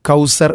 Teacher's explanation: സ എന്നതിൻ്റെ മഹ്റജ് ശരിയാവാതെ ആ അക്ഷരം പൂർണ്ണമായിട്ടും മാറി സീൻ വരുന്നു, കൗസർ എന്നാവുന്നു.